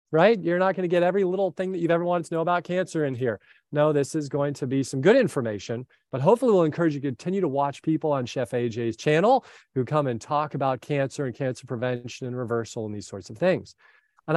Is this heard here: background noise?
no